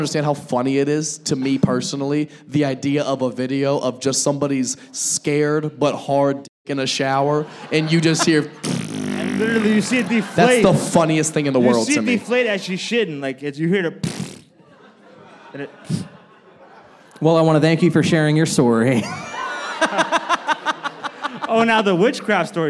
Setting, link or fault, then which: setting, live audience